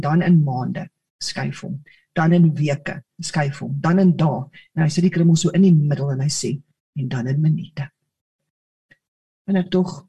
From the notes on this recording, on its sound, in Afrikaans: Manne van die Woord Zoom Byeenkoms 7 Junie 2022